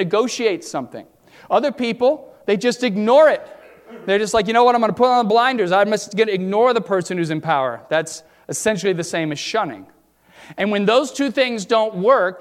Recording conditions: large echoing room